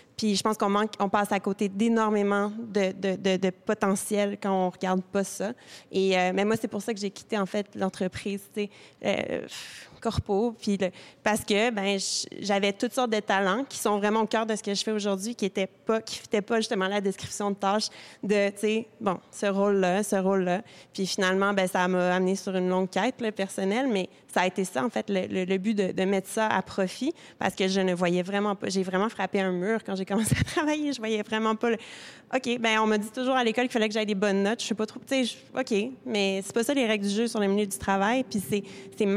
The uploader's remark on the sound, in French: Le Technopôle Angus a accueilli des dirigeants visionnaires de la communauté d’affaires montréalaise lors d'une rencontre sur le thème. Sous forme de mini-conférence informelle et chaleureuse, cette soirée fut l'occasion de réfléchir l’entreprise de demain.